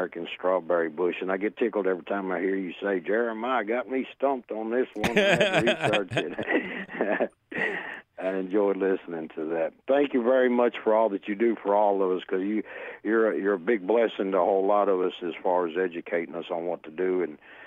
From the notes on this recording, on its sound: its a fabulous phone call question show!